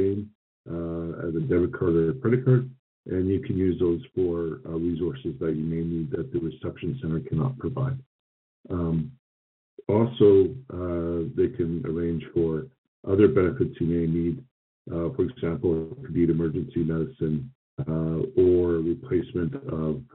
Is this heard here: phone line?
yes